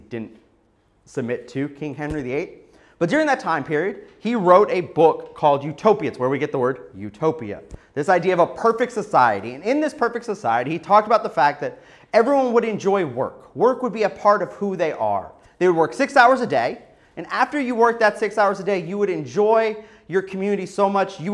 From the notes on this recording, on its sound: SonRise Community Church, New Port Richey, Florida. Part of the God’s Men God’s Mission conference.